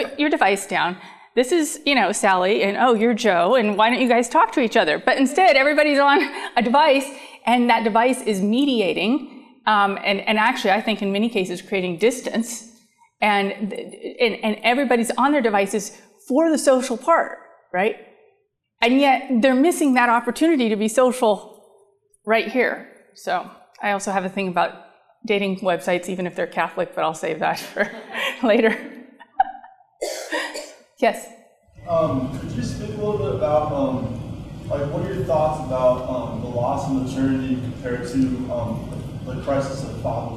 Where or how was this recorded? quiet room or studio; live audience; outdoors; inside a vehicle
live audience